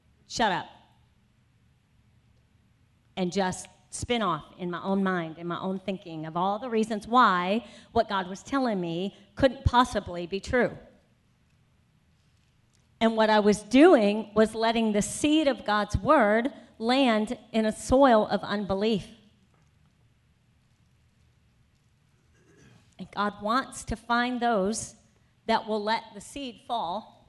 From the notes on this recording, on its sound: Afternoon Session of the 2018 Freedom Conference